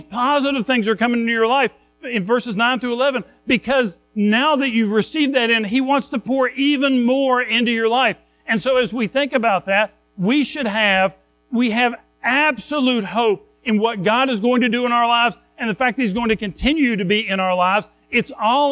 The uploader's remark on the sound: Recorded at Madison Baptist Church in Madison WV on Feb 4, 2024